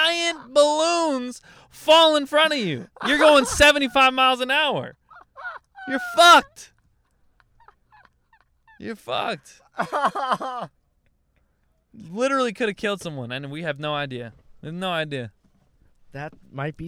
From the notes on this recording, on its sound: a fight happened outside the car